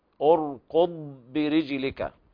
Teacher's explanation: لابد هنا من بيان استطالة الضاد